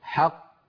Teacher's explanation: لاحظوا بأن القلقلة للقاف الثانية وليست للقاف الأولى المدغمة. حق هذه قاف مدغمة، ط هذه القاف الثانية المقلقلة.